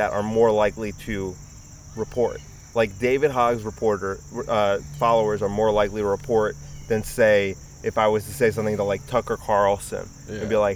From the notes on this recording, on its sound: This is the last episode I'm doing outside I promise. Too much ambient sound, really annoying.